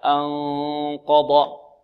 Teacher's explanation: أن مع صوت يجري من الخيشوم · Term: الإخفاء